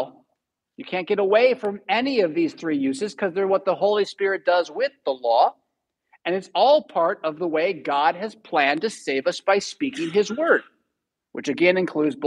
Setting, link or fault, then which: setting, large echoing room